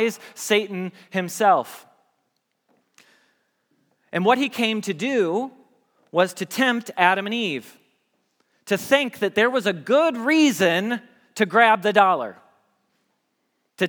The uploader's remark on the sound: Message Preached at Valley Creek Church